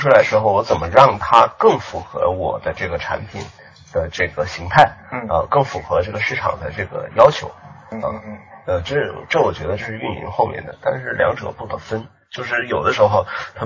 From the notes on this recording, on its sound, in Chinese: 这期音质很差，请注意了。